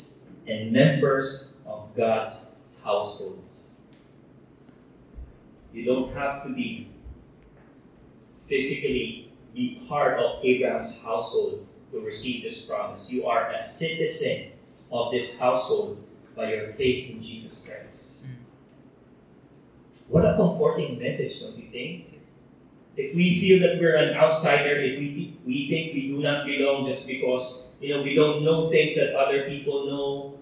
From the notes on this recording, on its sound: Technical issues have affected audio quality.